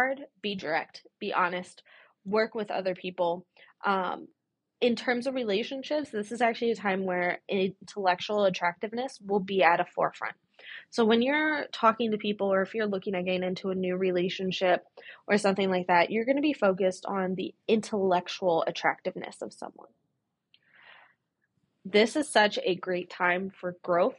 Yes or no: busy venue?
no